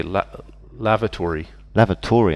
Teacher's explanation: You stress the last part